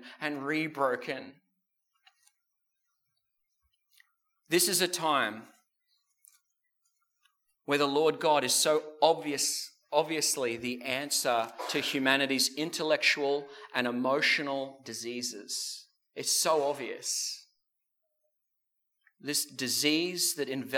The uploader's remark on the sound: This sermon was preached at the South Grafton and Maclean services.